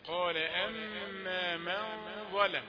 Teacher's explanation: لام رقيقة والميم هي المفخمة. مش ظلم، لا، ولا ما.